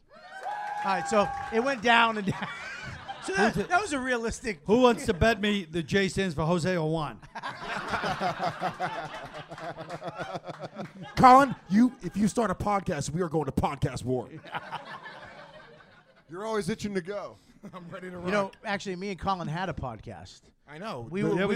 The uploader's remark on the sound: YKWD Live at NYC Podfest